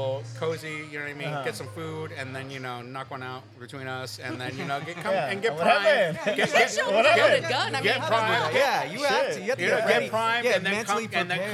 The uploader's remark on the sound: In this episode we record live at the LS Playground’s and Swinghearts HALLO-SWING event on Oct. As we record, an actual swingers' orgy unfolds right before our eyes.